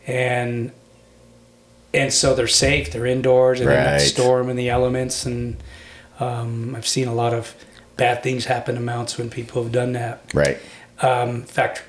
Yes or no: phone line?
no